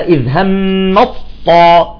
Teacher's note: لاحظتوا انه اندغمت التاء بالطاء